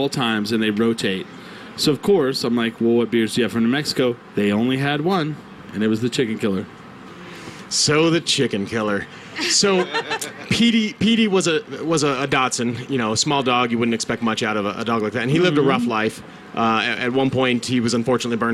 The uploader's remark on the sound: We come back to you live from the Santa Fe Brewing Taproom at the Green Jeans Farmery hour number 2.